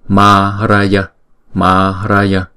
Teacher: Trong cái phần phiên âm này á, thì cái chữ nguyên âm nào viết in thì chúng ta đọc hai nhịp, còn nguyên âm nào viết thường chúng ta đọc một nhịp mà thôi. Thì trong câu chú này chỉ có cái chữ ma là đọc hai nhịp mà thôi